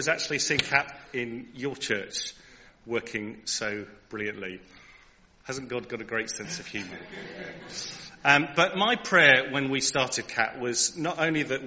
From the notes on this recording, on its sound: Contemporary Service. Recorded at the 10:30 service on Sunday 22nd January 2023.